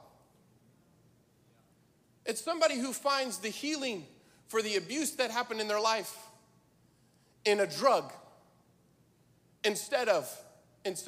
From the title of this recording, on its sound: Live! NAYC Experience at The Sanctuary